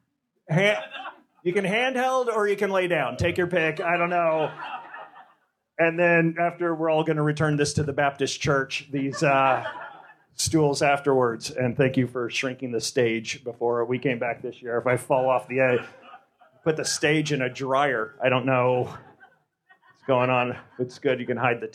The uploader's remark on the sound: LIVE from the 2016 LA Podcast Festival.